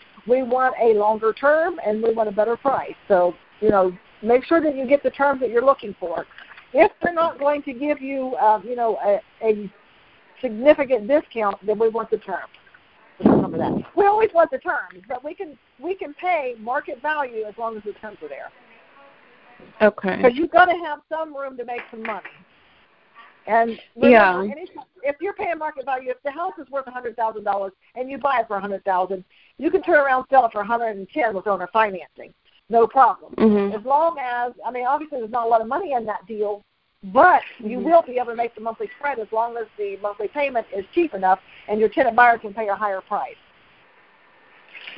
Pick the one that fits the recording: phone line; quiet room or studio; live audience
phone line